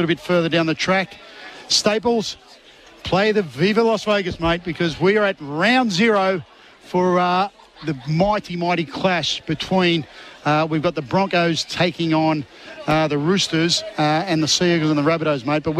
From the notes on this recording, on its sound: Live this week from Umina Beach surf club for the surfers with disabilities.